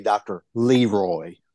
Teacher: Emphasis on the first rather than the second syllable. · Term: Southern pronunciation